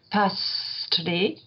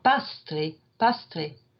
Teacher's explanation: The little box tells you to say the S with the blade of your tongue rather than with the tip of your tongue, so you get a slightly softer hiss. · Shown in: second take · So you could say pastri with the tip of your tongue, or pastri, pastri, with the blade of your tongue spread across the alveolar ridge, so that kind of dissipates and makes a wider channel of air. · Term: laminal S